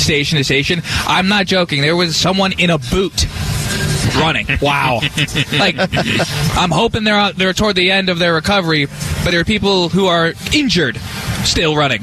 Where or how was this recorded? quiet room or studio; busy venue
busy venue